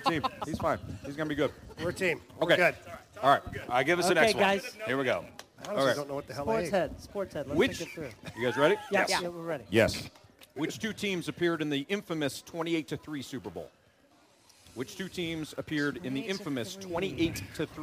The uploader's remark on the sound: live at Scott Airforce Base